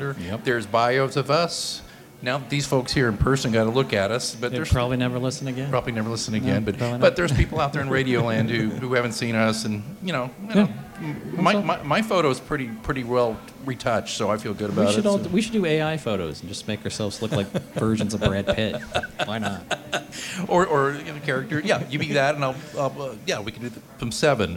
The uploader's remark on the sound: We recorded it live in front of an audience at Buffalo State Pizza!